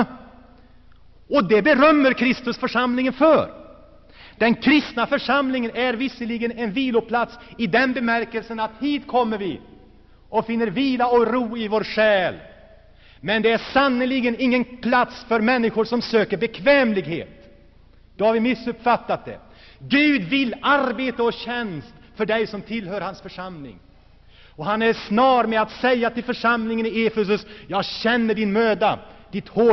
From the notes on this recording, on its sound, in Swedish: Inspelad i Saronkyrkan, G&#154;teborg 1984-09.